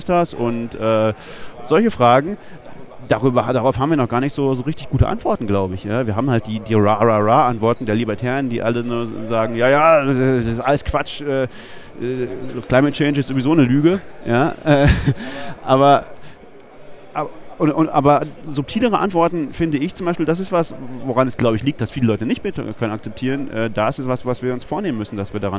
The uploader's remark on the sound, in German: Und das ganze auch noch live vor Publikum (4 Zuhörern auf dem 36C3) und der Welt (13 Leute im Stream).